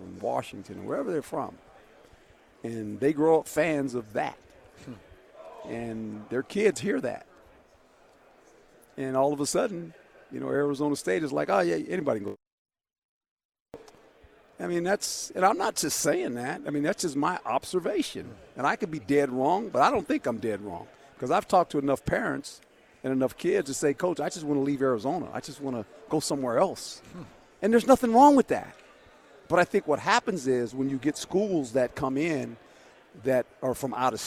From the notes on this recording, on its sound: live from Pac-12 Media Day